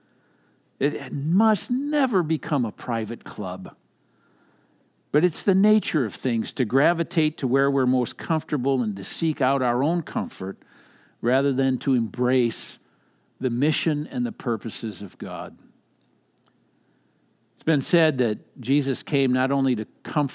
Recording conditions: large echoing room